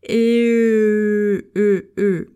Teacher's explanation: Você começa falando E e vai fechando a boca.